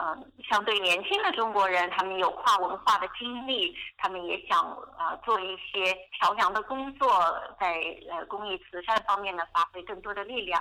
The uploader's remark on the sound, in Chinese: 电话采访